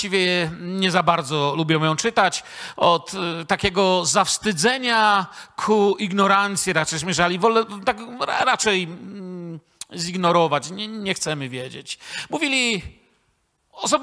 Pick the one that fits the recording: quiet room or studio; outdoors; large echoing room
large echoing room